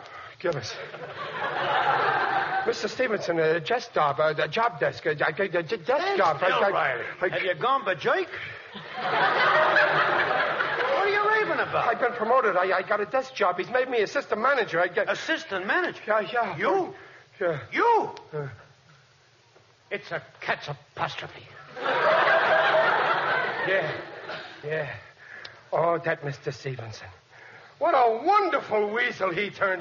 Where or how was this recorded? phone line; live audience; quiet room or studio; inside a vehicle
live audience